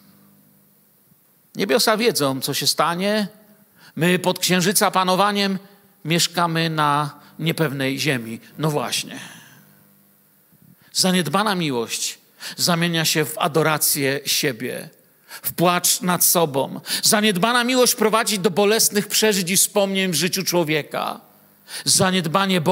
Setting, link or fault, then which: setting, large echoing room